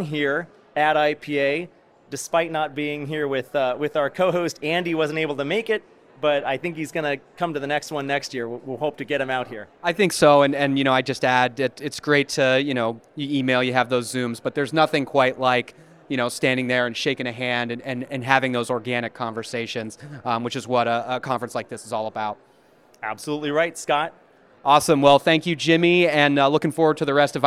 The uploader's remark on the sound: Live At IPAVision 2022